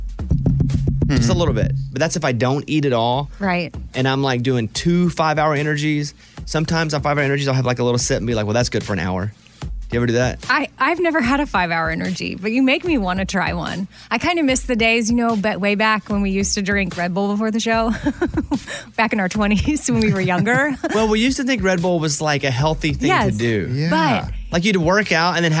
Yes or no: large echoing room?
no